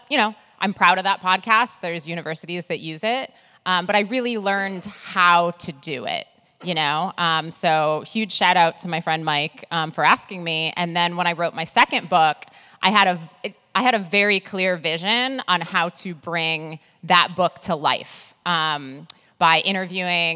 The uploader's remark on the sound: (NAMM 2024). In this riveting panel at the NAMM Show we discuss starting your own podcast and how to reach podcasters.